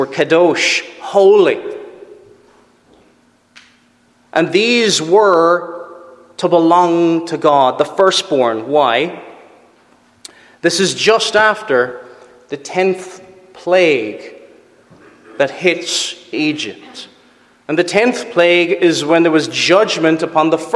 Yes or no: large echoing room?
yes